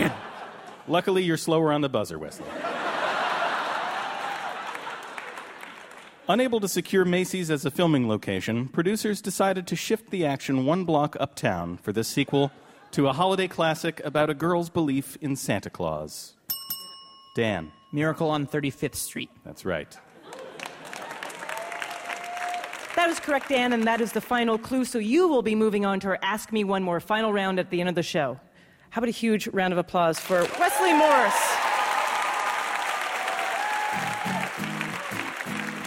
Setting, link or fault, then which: setting, live audience